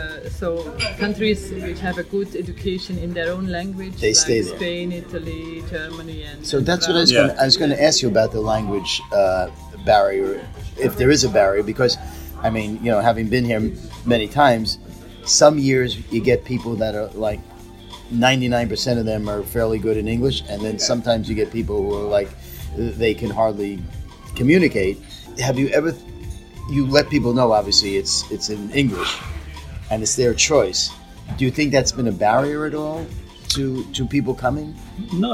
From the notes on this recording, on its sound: Recorded from the 9th annual European Venous Forum Hands-On Workshop.